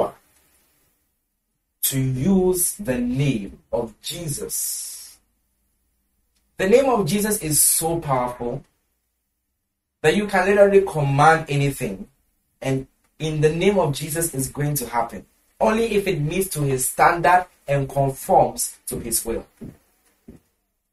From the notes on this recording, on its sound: Preached at the The Joy To The World Christmas Service, Accra, Ghana.